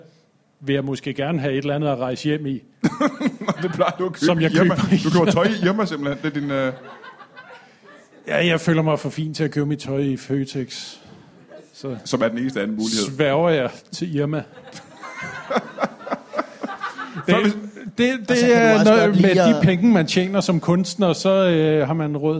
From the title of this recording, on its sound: Odense Spoken Word Festival Special LIVE